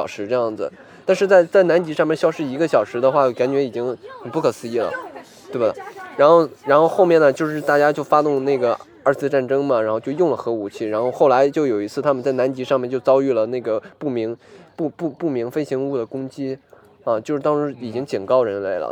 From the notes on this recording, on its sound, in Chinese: 上个周末去露营了心心念念，同时还心心念念的试了一下户外录制是什么感觉。